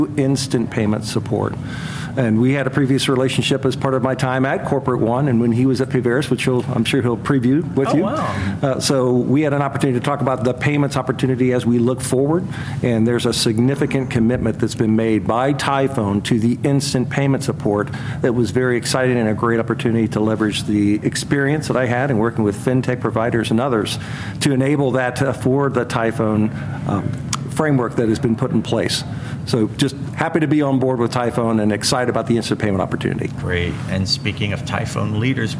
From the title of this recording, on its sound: LIVE FROM MONEY 20/20